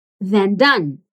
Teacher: The TH in than is voiced.